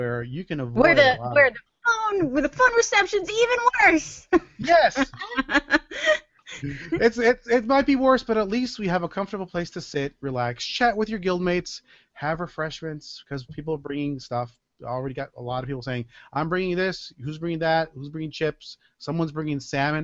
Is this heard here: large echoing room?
no